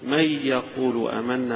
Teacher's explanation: القراء، ولكن هنا هتلاقي لحمزة وجه فيها لو خلف عن حمزة يقول من يقول آمنا من غير غنة خاصة فيدغم بغير غنة